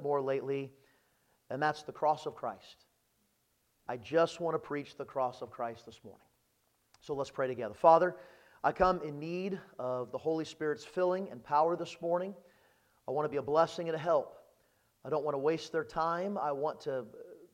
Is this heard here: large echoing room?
yes